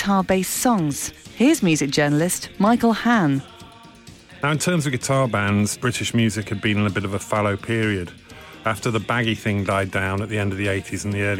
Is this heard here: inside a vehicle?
no